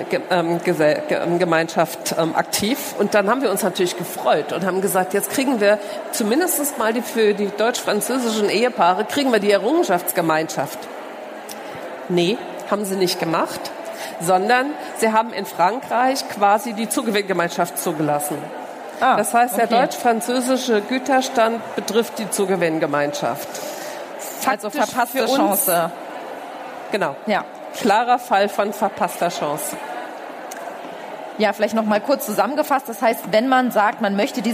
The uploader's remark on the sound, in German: Der Vortrag wurde im Rahmen der Messe herCAREER-Expo.